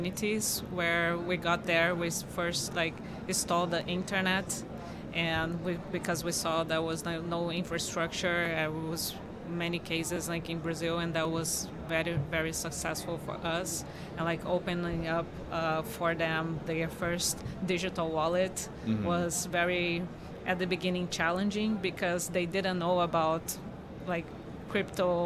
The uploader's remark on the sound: Recorded onsite at Blockchain Rio.